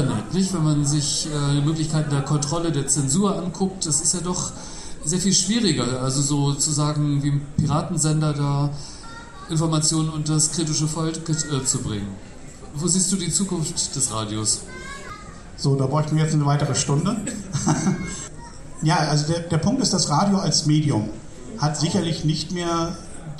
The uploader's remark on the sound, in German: Mitschnitt der Buchpräsentation vom Verlag 8. Mai bei den Linken Literaturtagen.